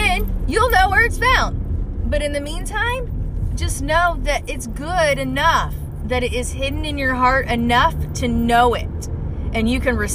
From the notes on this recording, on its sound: Car recording 2. I love doing these car recordings.